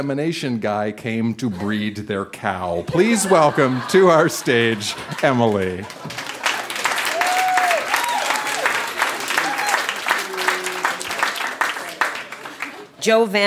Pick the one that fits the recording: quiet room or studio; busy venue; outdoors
busy venue